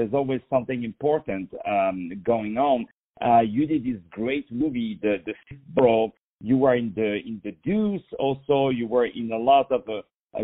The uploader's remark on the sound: On the phone